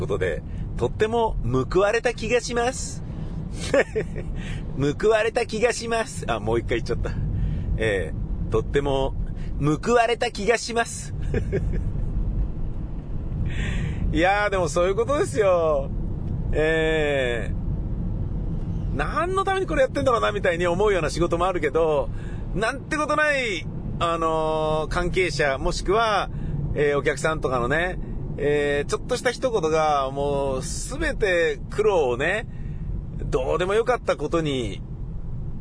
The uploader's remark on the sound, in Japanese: イベント終了後の帰り道の車の中でのぶつぶつ独り言です。